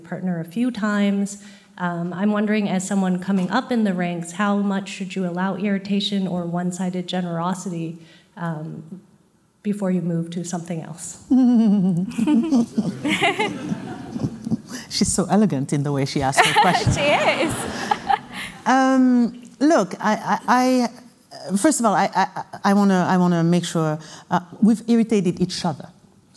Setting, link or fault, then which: setting, live audience